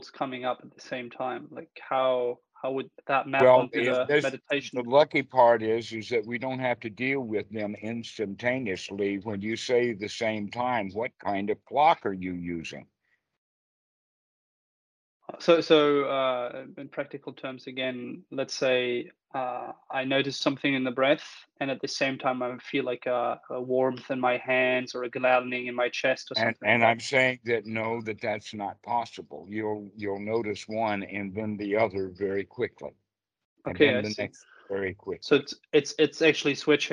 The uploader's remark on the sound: skype calls on this channel